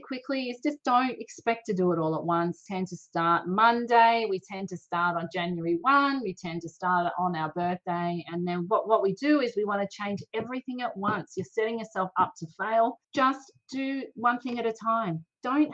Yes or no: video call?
yes